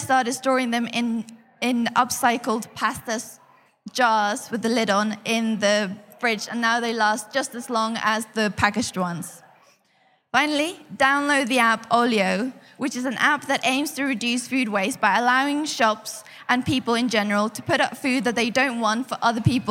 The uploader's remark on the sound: live at Reading Vegan Festival 2019